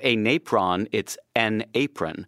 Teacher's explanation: But if you say a napron enough, then it becomes an apron. And so the N got separated and actually moved over to the article. So instead of a napron, it's an apron.